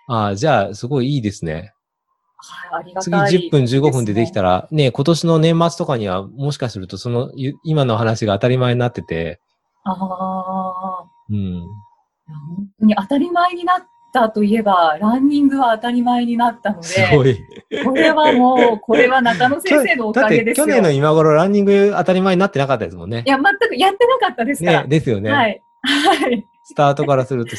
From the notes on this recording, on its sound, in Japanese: オンライン収録のため、通常より音声が劣りますがご了承ください。